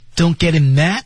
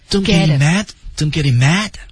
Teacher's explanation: Don't 是爆破，Get him 连读，Mad 半是爆破